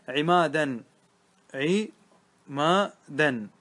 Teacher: فأنت عندك ألفان، الألف الأولى ممالة